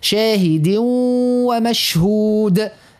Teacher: هذا مثلا تنوين بعد حرف الواو، إضغام